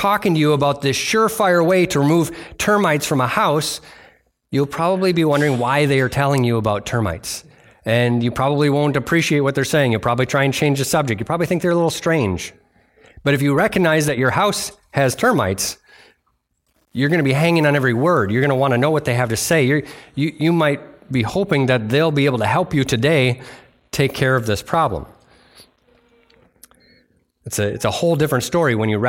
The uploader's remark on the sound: delivered on November 19th, 2023 at Bible Center Church in Maiden Rock, Wisconsin